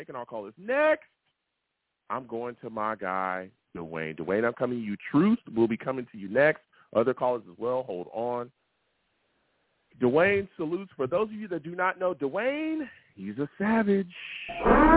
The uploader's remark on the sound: I also take live callers!